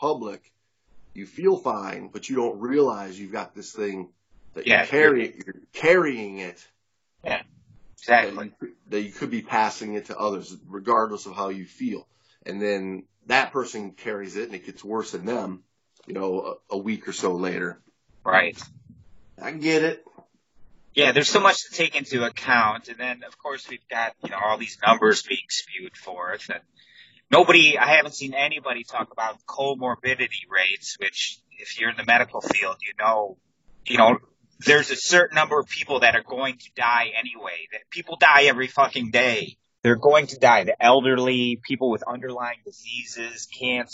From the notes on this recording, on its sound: Meet up over Skype to stay isolated.